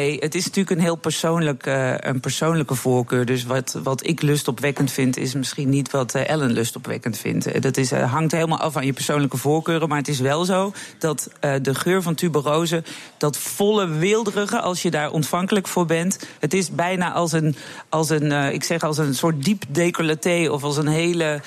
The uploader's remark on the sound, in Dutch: Tussen 10 en 11 live te beluisten op BNR Nieuwsradio. Elke week wordt het live uitgezonden vanuit Grand Hotel Amrath, aan de Prins Hendrikkade in Amsterdam. Publiek is welkom om de uitzending bij te wonen.